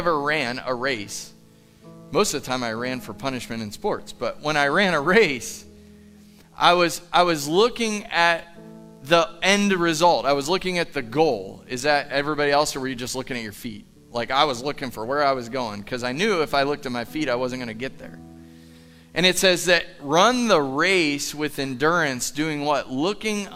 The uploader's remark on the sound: Live from The Summit Church in Dover, OH